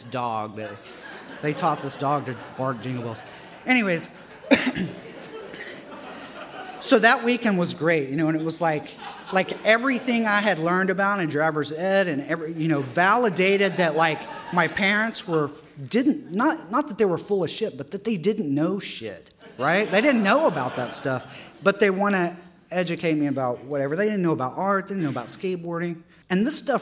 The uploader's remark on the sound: His story was recorded at our September 2014 live storytelling event, “All Y'all: Under the Influence.”